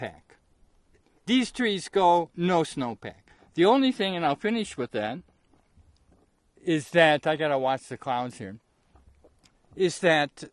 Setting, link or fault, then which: setting, outdoors